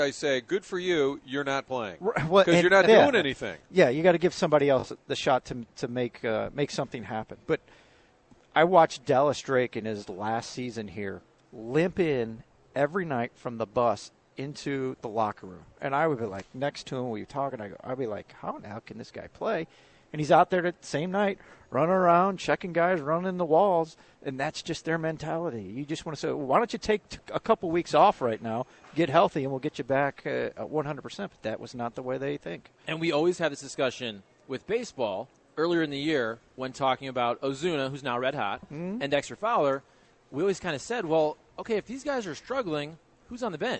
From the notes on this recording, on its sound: broadcasting live from Schnucks in Florissant